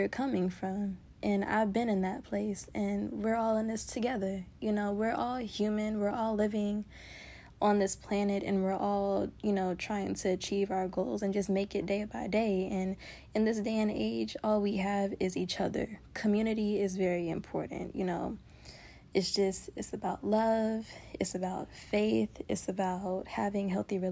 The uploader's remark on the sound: Unscripted, no notes, just a girl, the voice memo app.